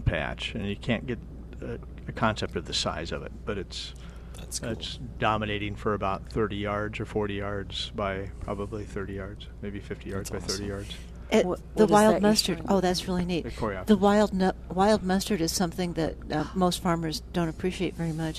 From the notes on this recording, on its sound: Plant Experts Live at Prairie Gardens. Live from Prairie Gardens every Saturday.